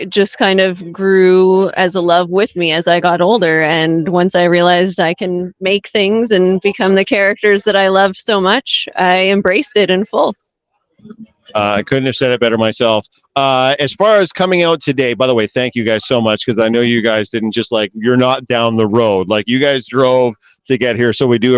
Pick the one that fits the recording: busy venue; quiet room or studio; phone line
busy venue